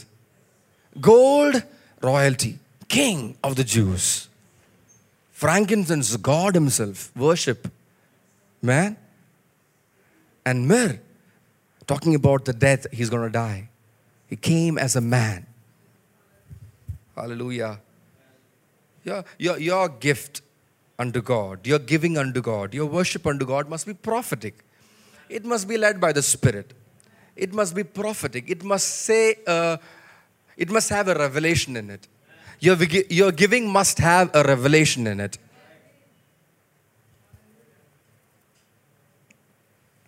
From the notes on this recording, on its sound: preached at Sunday Service on 24 December 2023 at Revelation Church